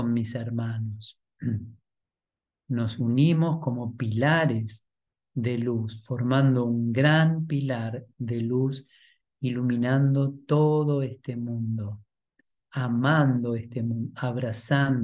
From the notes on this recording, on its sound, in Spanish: Clase en vivo por Zoom desde UCDM Iluminación.